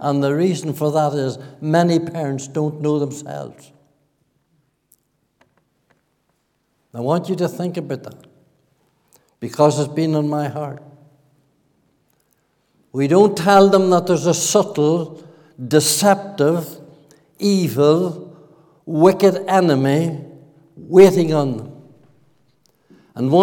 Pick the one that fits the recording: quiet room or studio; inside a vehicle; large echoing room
large echoing room